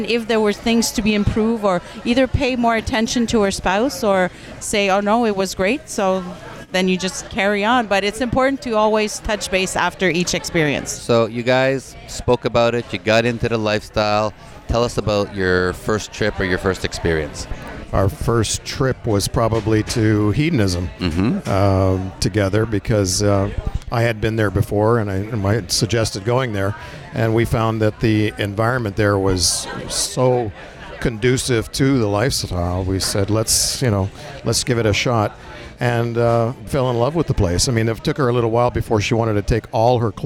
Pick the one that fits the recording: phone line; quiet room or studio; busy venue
busy venue